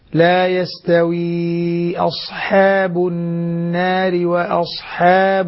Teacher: الحاء مرققة والألف تابعة لها ترقق